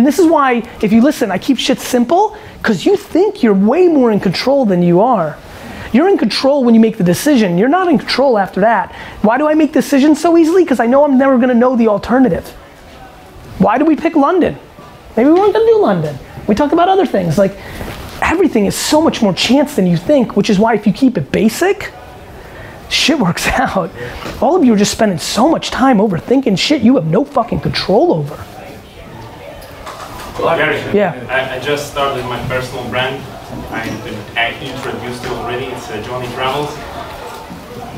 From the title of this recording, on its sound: A Live Q&A At The K-Swiss London Popup